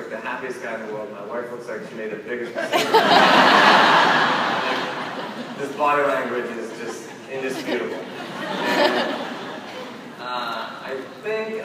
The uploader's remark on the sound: opening keynote at #PRSAIcon